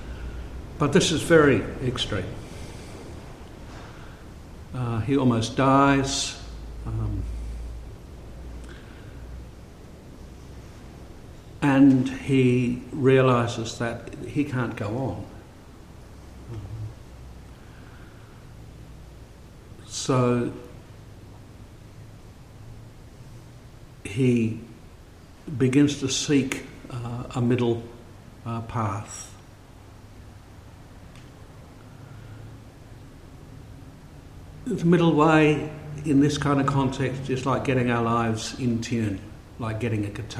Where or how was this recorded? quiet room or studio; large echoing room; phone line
large echoing room